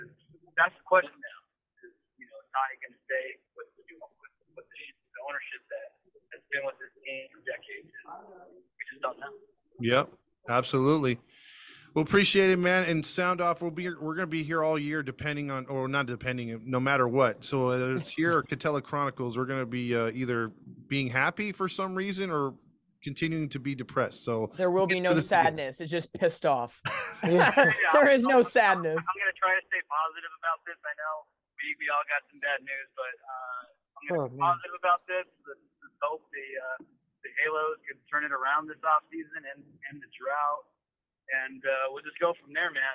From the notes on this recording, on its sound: Breaking news live show. Enjoy Phone Calls from members of Halo Fam.